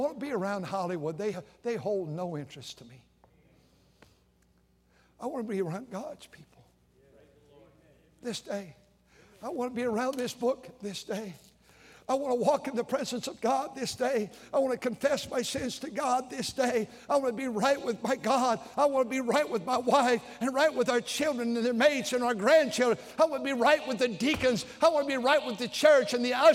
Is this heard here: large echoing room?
yes